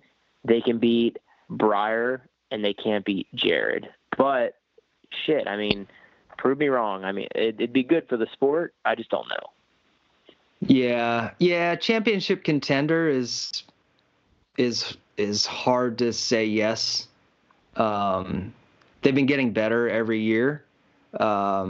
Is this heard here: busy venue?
no